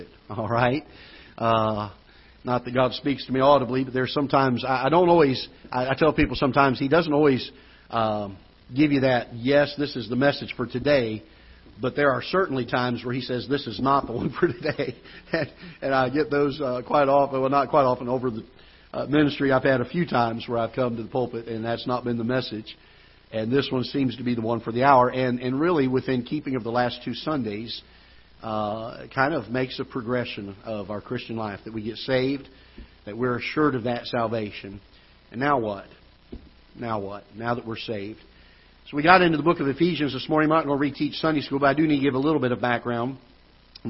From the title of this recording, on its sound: Ketha Heights Baptist Church ~ Live Broadcast